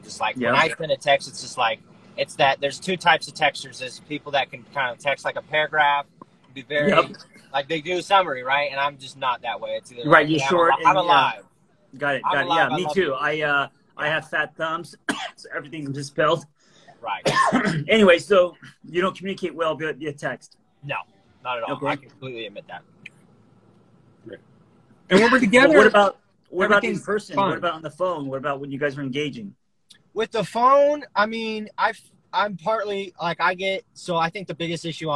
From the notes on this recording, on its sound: as they're driving in the car